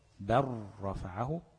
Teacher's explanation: قلبنا اللام لراء وادغمنا الراء في راء بقت بر رفعه